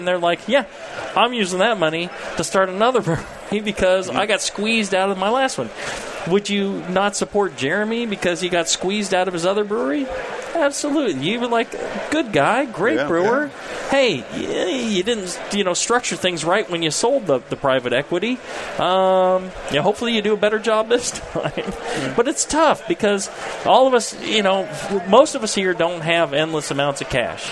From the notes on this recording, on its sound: Homebrew Con and the National Homebrewers Conference for another live session. In front of a live crowd.